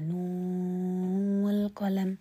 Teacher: والقلم تمام طبعا آه، لأنه حرف ثلاثي نون وراء الواو نون ساكنة وراها الواو نطبق أحكام النون الساكنة والتنوين فعندنا غنى